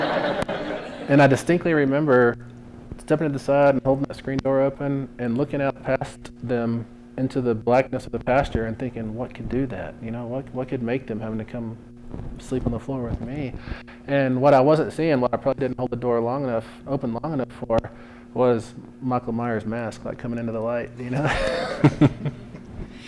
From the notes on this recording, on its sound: answers questions from the audience at the live taping at the Boulder Bookstore